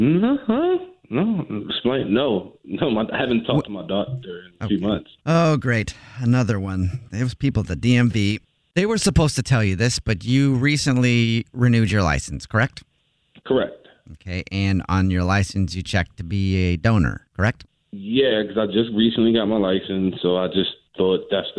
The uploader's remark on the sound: Phone Prank